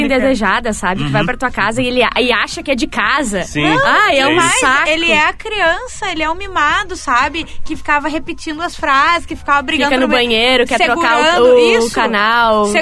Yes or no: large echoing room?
no